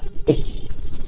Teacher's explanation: لا، الشطر هذا الشطر الأول من بطن الشفا تابع للفاء، عم يقول لك ومن بطن الشفا فالفاء مع أطراف الثنايا المشرفة